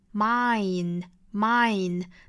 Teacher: 我们注意这个 mind 的发音呢是双元音 I 的口型要到位，然后后面呢再加一个前鼻音 Mind 我注意到有同学会把它读成 mind，这样一定是一个错音，也会引起歧义的，所以注意是 mind。